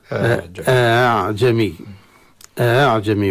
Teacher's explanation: يقرأ الهمزة الثانية مسهلة، يعني ليست همزة وليست ألفا بين بين، وهي كلمة أعجمي.